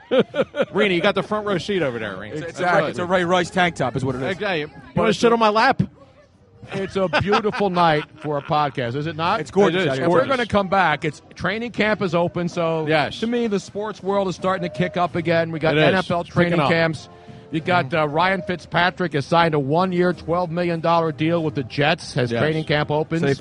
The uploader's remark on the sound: LIVE from SPhilly Passyunk Ave #DNC after party!